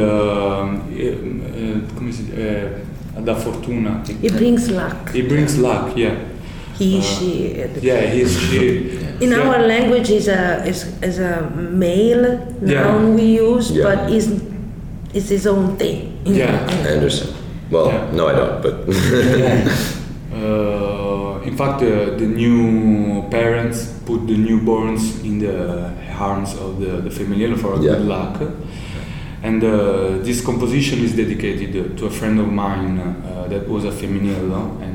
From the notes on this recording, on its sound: Performed live at the 2023 Hyde Park Jazz Festival. This interview was recorded at the Study at University of Chicago.